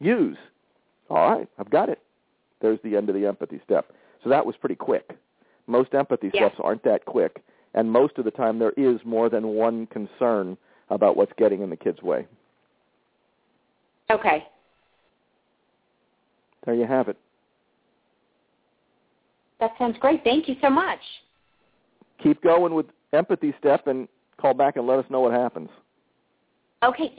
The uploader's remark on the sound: We hear from two live callers who are trying the model, as well as a parent who is at the end of her rope with daughter’s challenging behavior.